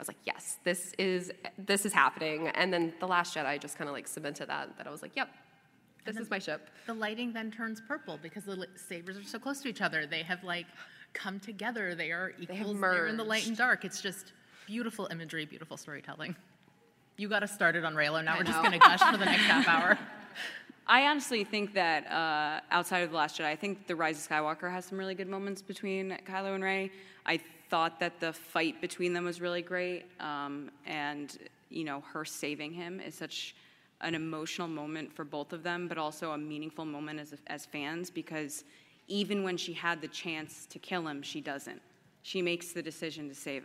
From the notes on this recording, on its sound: Please enjoy this recorded panel from Star Wars Celebration Anaeheim 2022!